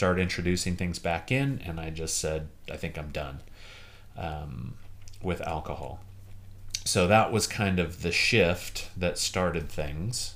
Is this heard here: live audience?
no